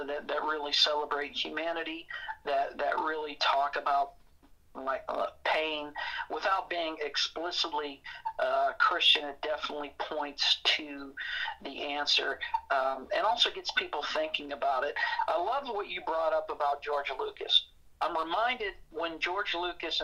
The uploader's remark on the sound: joins us via telephone